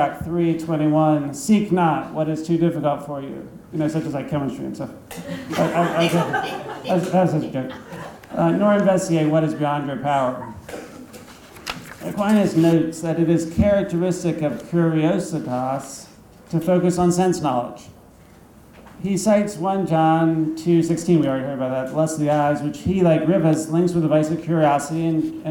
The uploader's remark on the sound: Thomas Aquinas Lecture at Christendom College.